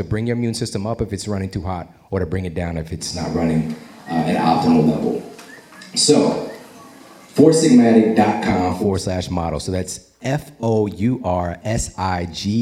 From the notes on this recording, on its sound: Today we have a very special episode we recorded with listeners of The Model Health Show live in Washington D.C.! This special Q & A show.